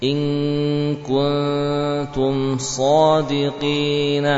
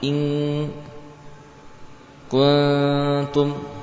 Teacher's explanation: Untuk huruf qaf dan kaf, ketika nun sukun bertemu dengan huruf ini, qaf dan kaf, maka suara gunnah itu mendominasi, bahkan mengalahkan suara pada makhraj atau pada bagian lidah. · Term: ikhfa